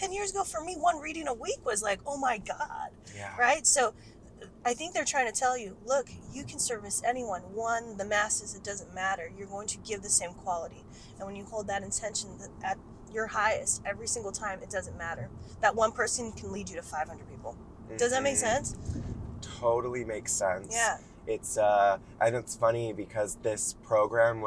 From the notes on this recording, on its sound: joins me in the car